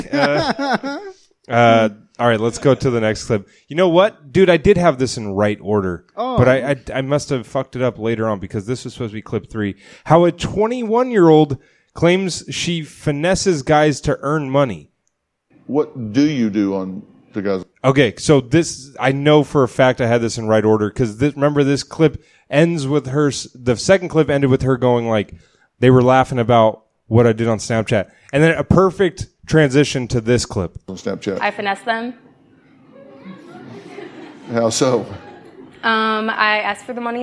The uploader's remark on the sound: The guys hang out with a live audience at the STAB! Comedy Theater.